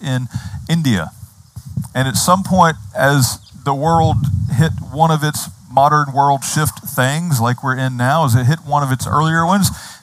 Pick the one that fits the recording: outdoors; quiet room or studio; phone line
outdoors